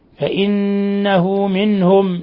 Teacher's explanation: فإنه، نون مشددة تغن مقدار حركتين. فإنه منهم، نون ساكنة جاء بعدها الهاء، إظهار حلقي